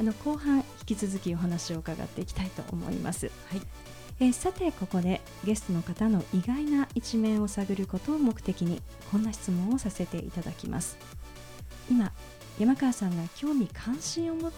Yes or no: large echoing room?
no